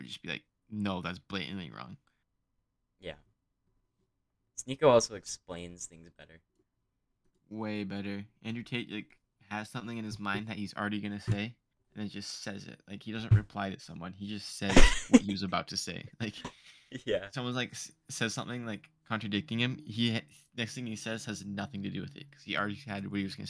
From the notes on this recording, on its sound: Our mics aren't mixed properly, thats on me.